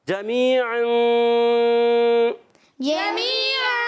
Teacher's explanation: جیم وسط زبان وسط تالو سے ادا ہوتا ہے · عین ادا ہوتا ہے حلق کے درمیان والے حصے سے، عین پر دو زبر کی تنوین اور اس کے بعد